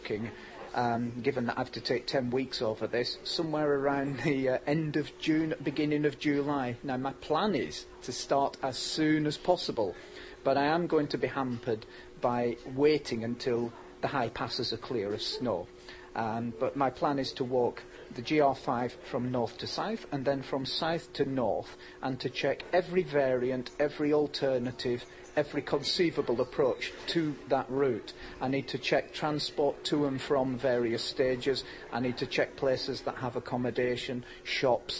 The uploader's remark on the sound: At this year’s Outdoors Show